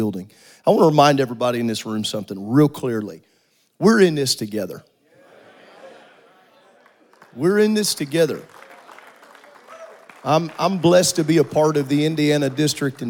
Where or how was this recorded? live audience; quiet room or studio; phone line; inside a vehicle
live audience